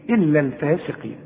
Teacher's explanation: والقاف في آخر درجات التفخيم